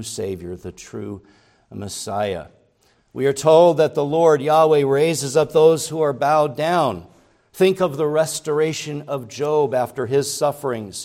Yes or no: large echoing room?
yes